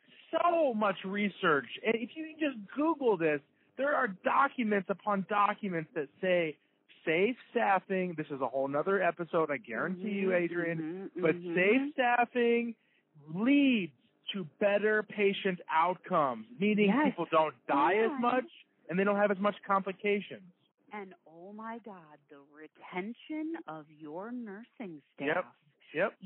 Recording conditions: phone line